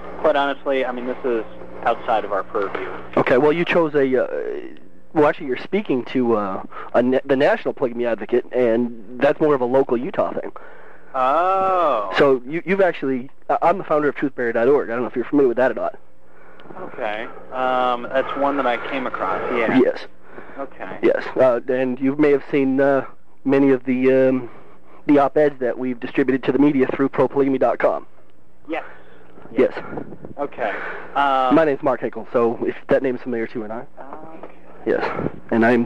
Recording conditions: phone line